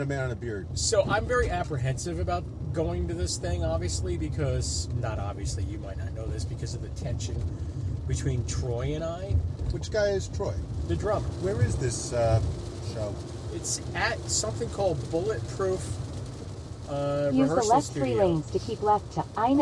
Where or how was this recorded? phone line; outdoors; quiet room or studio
outdoors